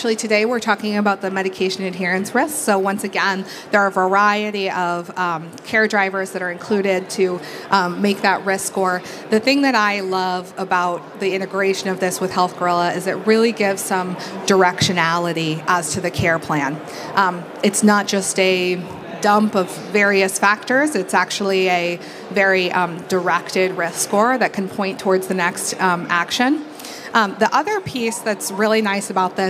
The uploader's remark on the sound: In-booth session at HIMSS 2023. This session is an interactive fireside chat, encouraging audience participation.